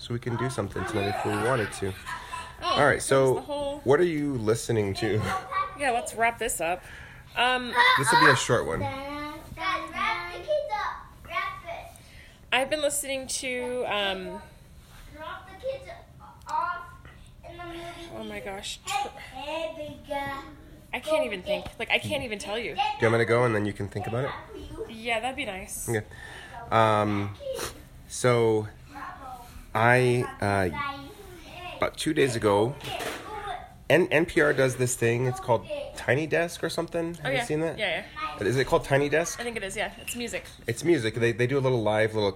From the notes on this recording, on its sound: Laugh with us (or at us) as we attempt to record a podcast and parent at the same time.